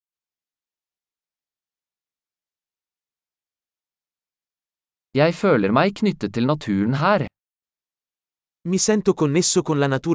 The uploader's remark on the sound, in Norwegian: Lyden av den ravende bekken er terapeutisk.